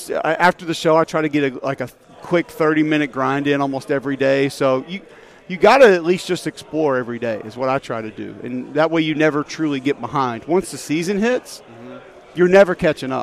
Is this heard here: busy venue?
yes